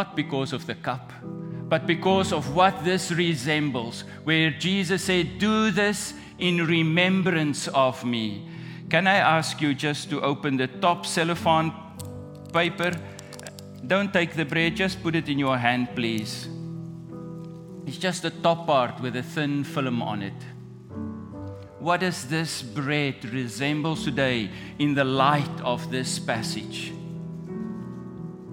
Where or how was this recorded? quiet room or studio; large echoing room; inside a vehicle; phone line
large echoing room